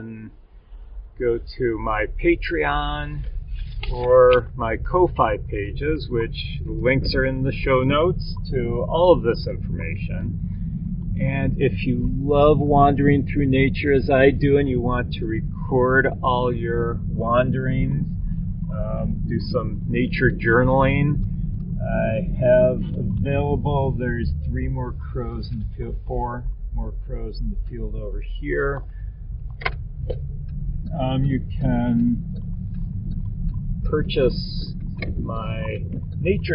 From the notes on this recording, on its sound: I apologize for the poor sound quality of this episode. Between the noisy snow tires, the mike rubbing against the mirror and the road noise around us, it was difficult to edit all the background noise out. I am working on better methods of recording in the car.